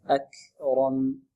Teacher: الكاف إيتي بالهمس دون تحريك الكاف